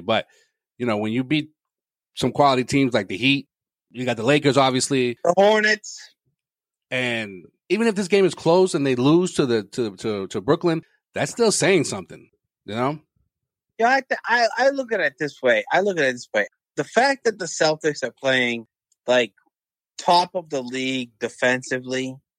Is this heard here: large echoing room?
no